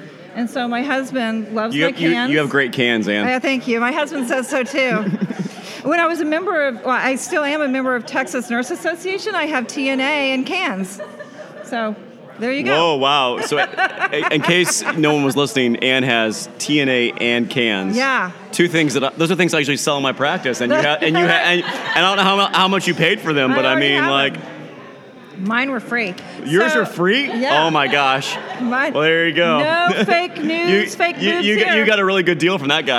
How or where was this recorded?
live audience